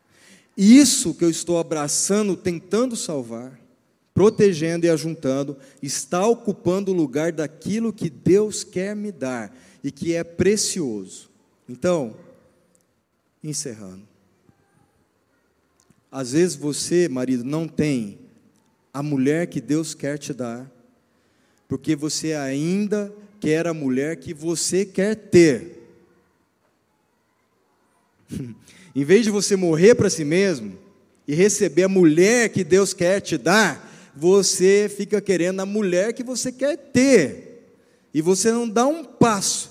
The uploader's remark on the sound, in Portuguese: Culto ao vivo 19FEV24